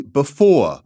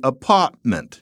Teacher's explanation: often she didn't pronounce the R at the end of a syllable. So, before could be before.